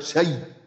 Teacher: أبدلنا الهمزة إلى ياء وأدغمنا الياء في الياء فبقت شيء مشددة